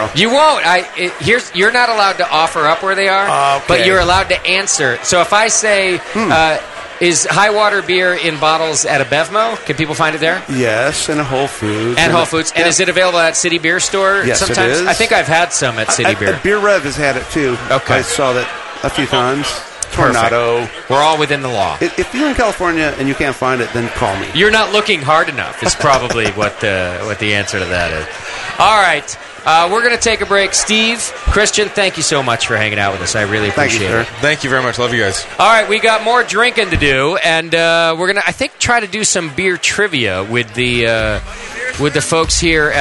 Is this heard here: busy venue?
yes